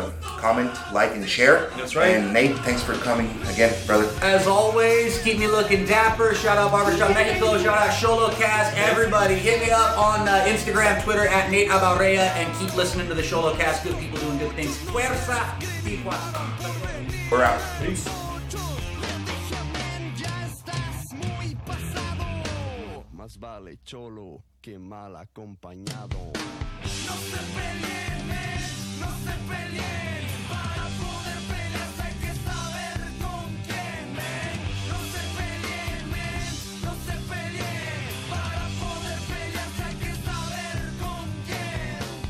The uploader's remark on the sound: We recorded live before the XOLOS vs Chivas game.